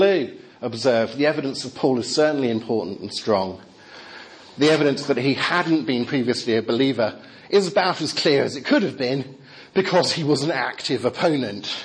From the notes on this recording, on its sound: Talk with Q&A from Highfield Church Southampton's 'Reasonable Faith?' course.